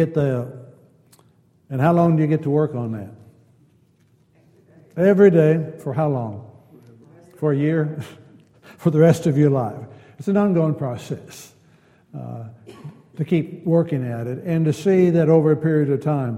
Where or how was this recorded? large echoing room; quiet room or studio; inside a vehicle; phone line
large echoing room